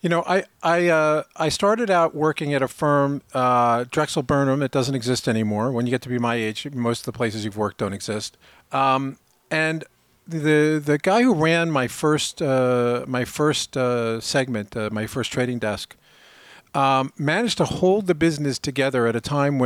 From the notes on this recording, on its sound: Live from Uncharted Summit. This special edition of Uncharted was recorded live at the annual Uncharted Summit in Southampton.